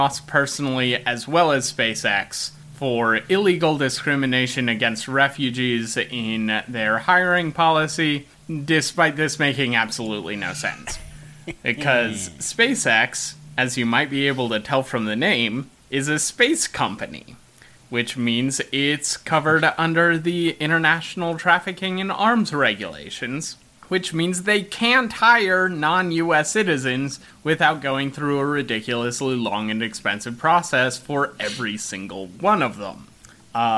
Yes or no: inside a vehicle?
no